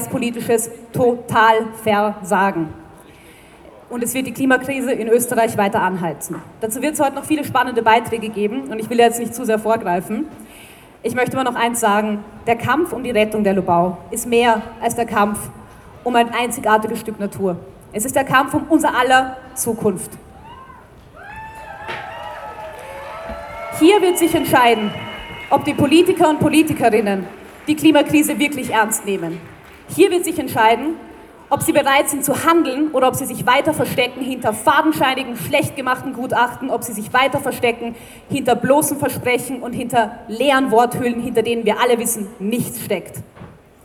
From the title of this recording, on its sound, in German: O-Ton] Großdemo gegen die Lobau-Autobahn am 2. Juli 2021 in Wien